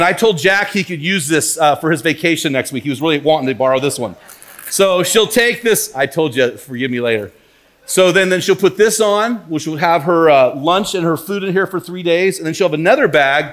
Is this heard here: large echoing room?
yes